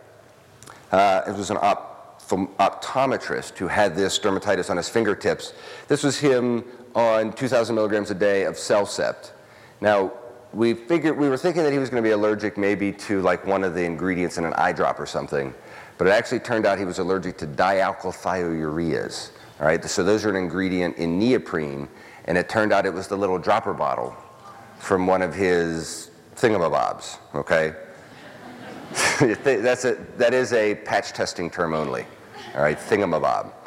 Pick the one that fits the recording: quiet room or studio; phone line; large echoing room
large echoing room